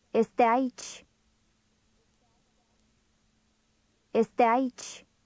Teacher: Notice how those two words run together to sound almost like one.